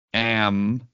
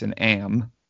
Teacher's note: And so at the end of the A, in that case, an am, you have a nasal ending to that letter.